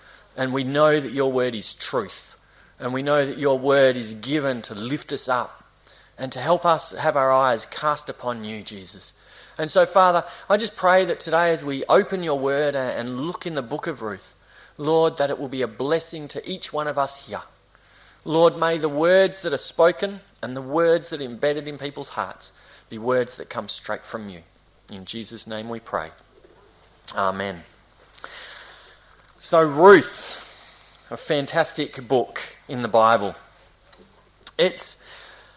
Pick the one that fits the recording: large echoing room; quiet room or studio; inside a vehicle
large echoing room